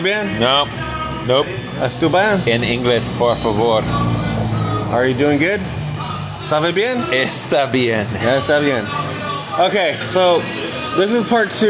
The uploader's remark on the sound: Live at The Tower.